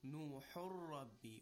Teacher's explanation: But now after applying Idgham without Ghunna, that is, we say Qala Nuhur Rabbi, as if the Noon does not exist at all.